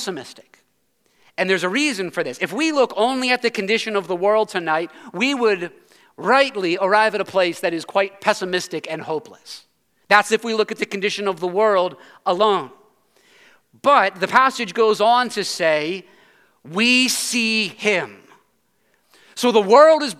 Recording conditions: large echoing room